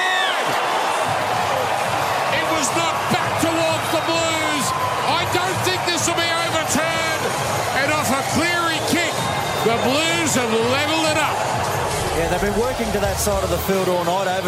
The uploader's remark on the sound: as we call all the action live from the Adelaide Oval